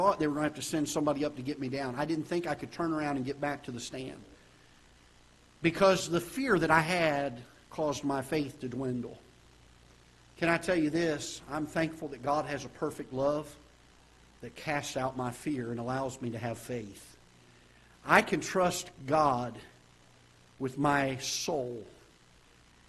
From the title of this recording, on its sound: Ketha Heights Baptist Church ~ Live Broadcast